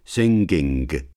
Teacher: Velar nasal, followed by velar plosive